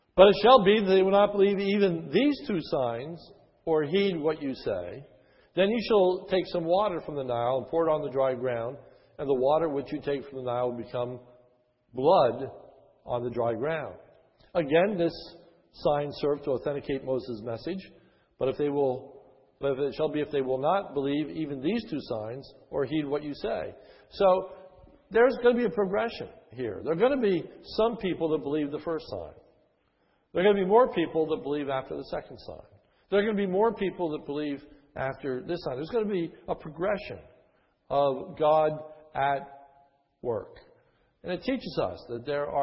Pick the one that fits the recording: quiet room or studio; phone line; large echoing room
large echoing room